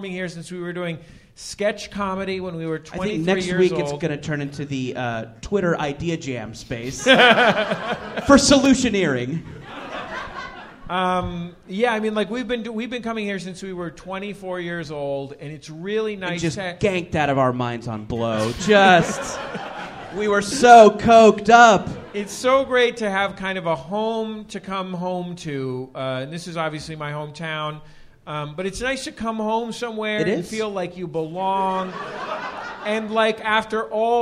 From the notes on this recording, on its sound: Take a break from their usual studio recording for a live episode from the Gateway Theater in San Francisco as part of the 2018 SF Sketchfest.